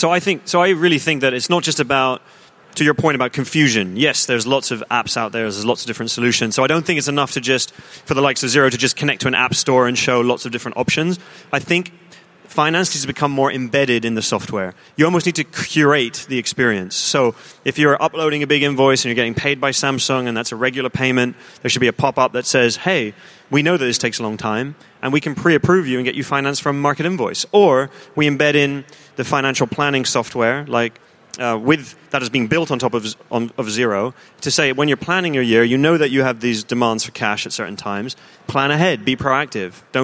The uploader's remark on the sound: Live! From Xerocon 2018. As if that wasn't enough we also hosted an extra special edition of Fintech Insider: Live from the Xerocon exhibition hall.